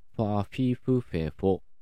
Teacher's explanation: このパピプペポの発音が両唇を使う摩擦音に変化しました